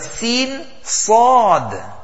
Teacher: Sod, when the major portion of the tongue rises, that gives the full mouth effect in the sod. So not necessary you have to round your mouth.